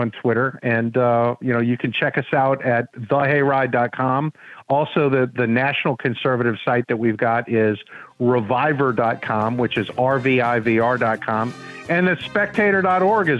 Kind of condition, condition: link, phone line